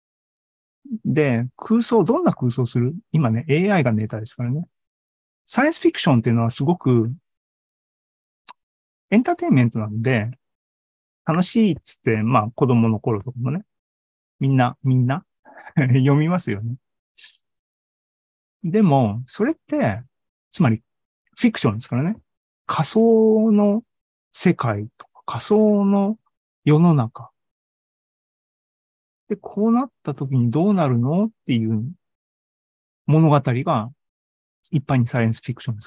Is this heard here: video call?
yes